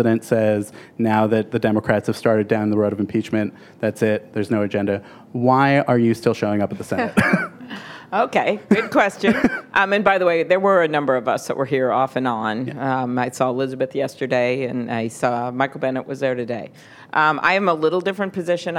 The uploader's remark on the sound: The Atlantic hosts its annual festival in our nation’s capital. On stage for a live taping of Radio Atlantic.